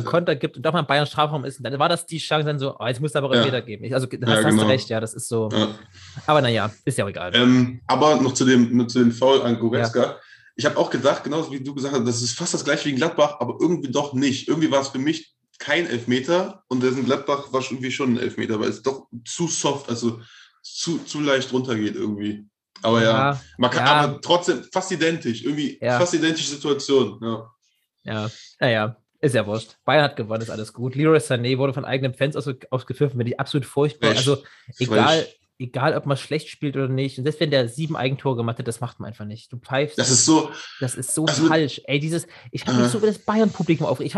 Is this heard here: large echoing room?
no